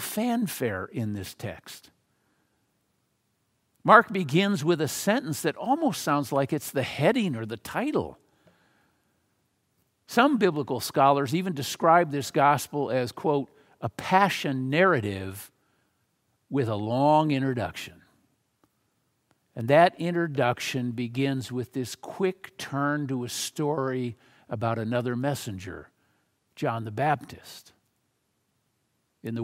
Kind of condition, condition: setting, large echoing room